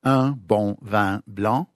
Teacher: So all of these variations, together with whether the sound is also going out your nose or not, in French you've got four nasal vowels, where the vowels, the sound goes partly out your mouth and partly out your nose